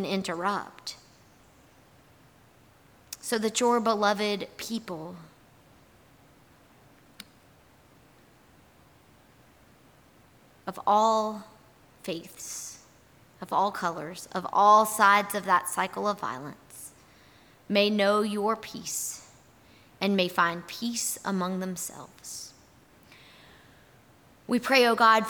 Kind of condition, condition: setting, large echoing room